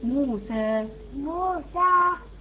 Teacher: عندك ميم مضمومه بعدها واو مديه، هذا قصر او مد طبيعي، لم يعني لا يزاد عن حركتين ابدا.